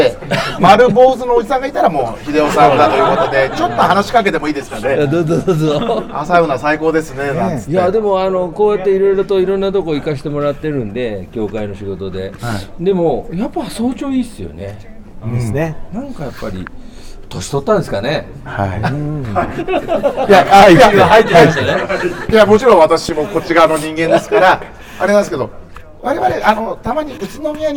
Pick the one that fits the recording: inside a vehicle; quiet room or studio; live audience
live audience